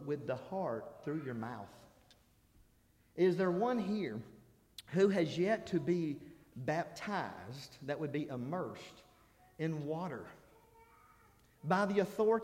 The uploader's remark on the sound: This is the Monday Night Sermon I preached during the Spiritual Revival I conducted at Harrisburg church of Christ April 16-19.